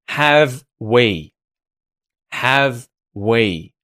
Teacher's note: First step in contracting this, we can connect that V sound to the W sound at the front of we.